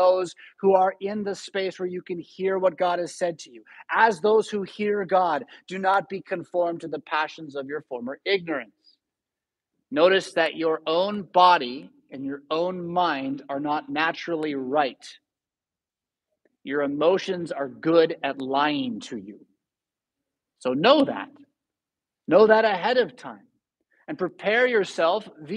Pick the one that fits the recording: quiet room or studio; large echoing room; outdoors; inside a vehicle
large echoing room